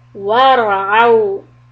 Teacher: In ayah 54 and 55, in 54, the word wara'au, the ra should be heavy, ayn should be from the throat, and then the waw should be soft.